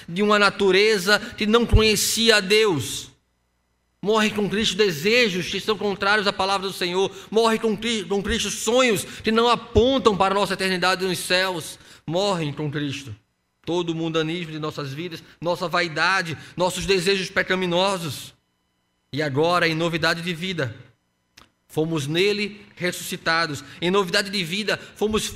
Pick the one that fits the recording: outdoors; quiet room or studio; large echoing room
large echoing room